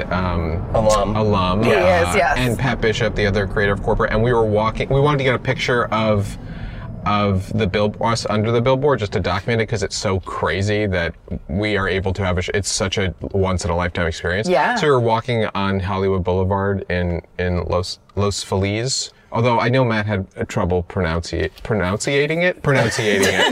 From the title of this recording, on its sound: In the Car